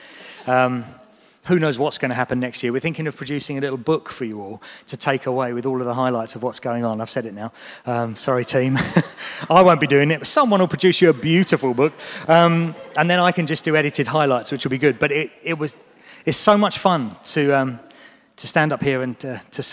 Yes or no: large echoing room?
yes